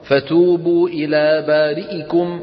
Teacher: ورد عنه السرعة اللي بيسموه اختلاس عند همزة بارئكم